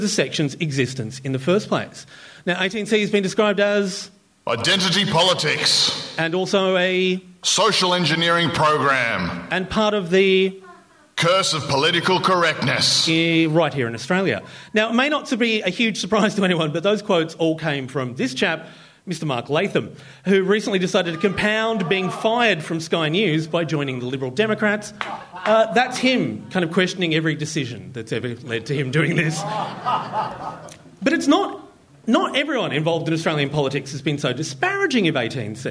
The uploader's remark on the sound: We broke out of the 2ser studios and headed down the road to our friends at 107 projects in Redfern, Sydney for the Just Words live event. We were overwhelmed when more than 100 of you turned up to sit in the dark and listen to us make a podcast. As the event was recorded live the sound is not as crisp as we usually like it, but we hope you feel like you are in the room.